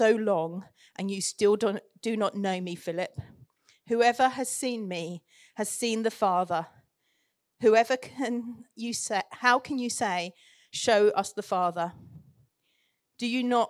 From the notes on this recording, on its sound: Recorded Live at Central Vineyard, Northampton.